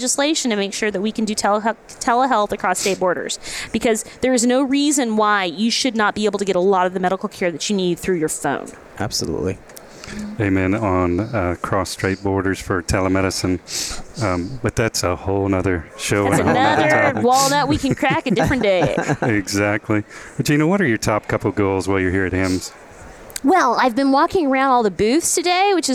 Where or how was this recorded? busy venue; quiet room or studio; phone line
busy venue